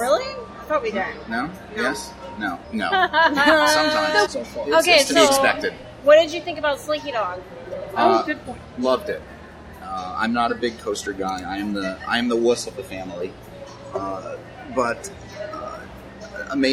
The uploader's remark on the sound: Epcot Food and Wine Festival Review - from the DVC Lounge! On today's episode we are recording on location to give you our take on the 2018 Epcot International Food and Wine Festival! We were actually recognized while in the parks so of course we had our listeners chime in on the show! The DVC Lounge on this special on location edition of The Mouse and More Podcast.